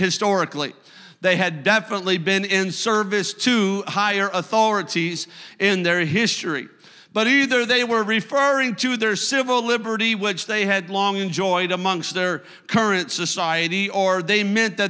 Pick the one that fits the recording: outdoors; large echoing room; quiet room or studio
large echoing room